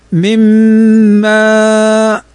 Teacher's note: نون ساكنة بعدها الميم والميم من حروف الإدغام بغنة